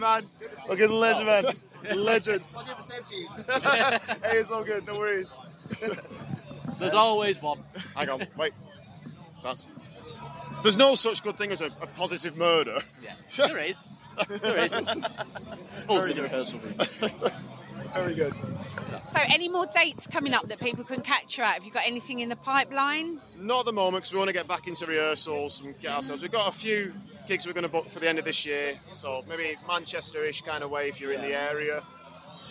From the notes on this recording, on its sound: chat with us at Bloodstock